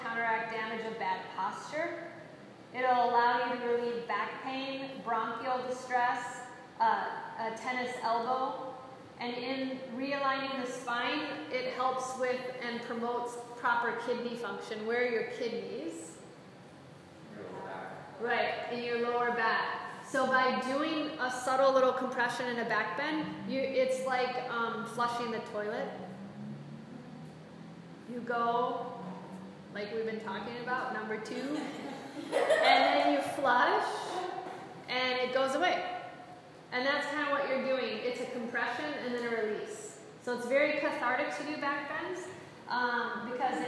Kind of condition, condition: setting, large echoing room